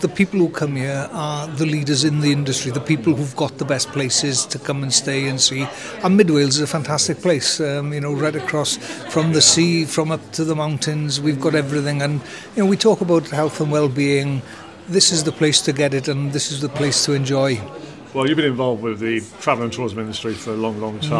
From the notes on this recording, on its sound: attends the the sell-out Mid Wales Tourism Conference, held at the Metropole Hotel and Spa, Llandrindod Wells and talks to key stakeholders at the event.